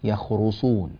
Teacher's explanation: تفخيم الراء مع ضمها